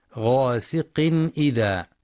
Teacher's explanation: بيان الإظهار الحلقي للتنوين لوقوع الهمزة بعده غاسق إذا، مع الحذر من ترقيق الغين في غاسق لأنها من حروف الاستعلاء.